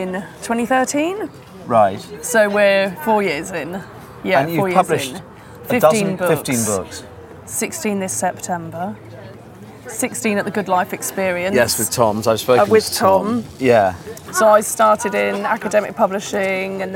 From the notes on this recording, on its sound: This is a Mavericks Podcast Special Edition from the July 2017 DO Lectures in West Wales. A number of DO attendees as well as featuring some bits of my own talk at the event.